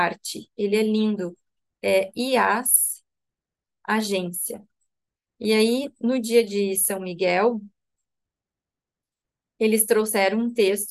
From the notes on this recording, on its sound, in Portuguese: Online pelo zoom.